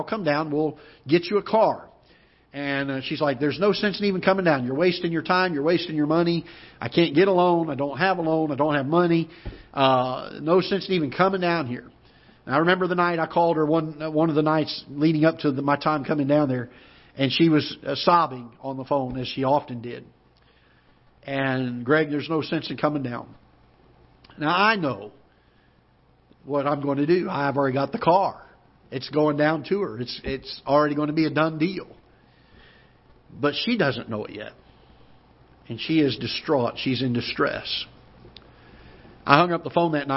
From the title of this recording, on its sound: Ketha Heights Baptist Church ~ Live Broadcast